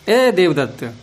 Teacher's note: अब दूर से बुलाते हैं किसी के लिए तो हिंदी में भी, हिंदी में ए ए कह के बोल देते हैं, वो ए क्या है, हे ही तो है, वास्तव में हकार का उच्चारण नहीं करते, ए कहते हैं